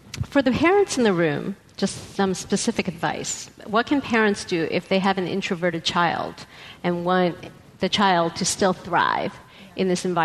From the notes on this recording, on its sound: Live at Politics and Prose. Live at Politics & Prose is a co-production of Slate and Politics & Prose Bookstore in Washington, D.C.